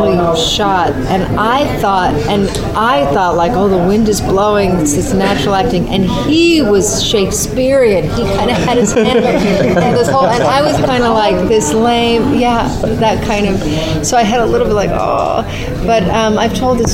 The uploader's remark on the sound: Recorded at SDCC.